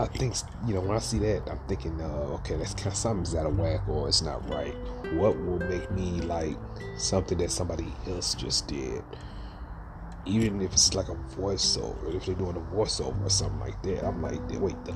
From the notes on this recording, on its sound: In the episode we're coming live from under a night sky.